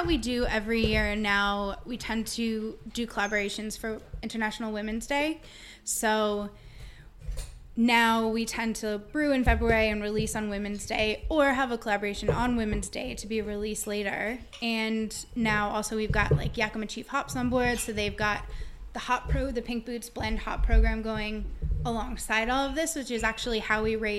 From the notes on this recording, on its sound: This podcast was recorded at The Prince Alfred, Port Melbourne. This podcast was recorded at The Prince Alfred, Port Melbourne.